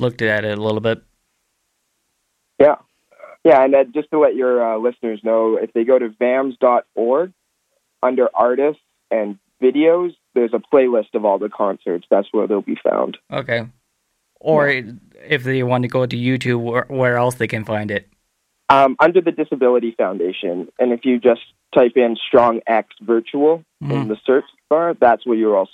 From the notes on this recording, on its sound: From the Vancouver Adapted Music Society (VAMS) over the phone.